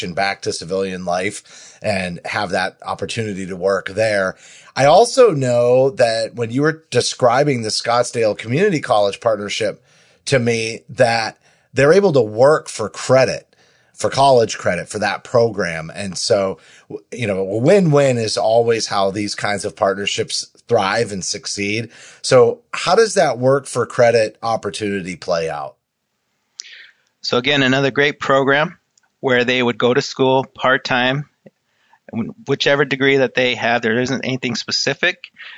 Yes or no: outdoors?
no